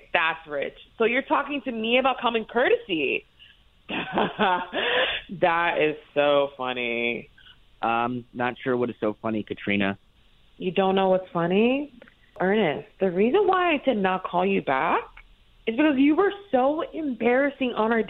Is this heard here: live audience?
no